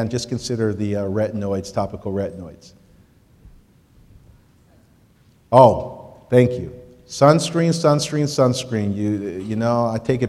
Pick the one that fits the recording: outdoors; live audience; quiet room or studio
live audience